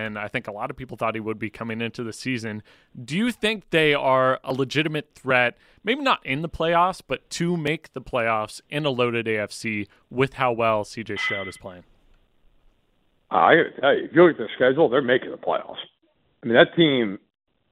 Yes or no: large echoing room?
no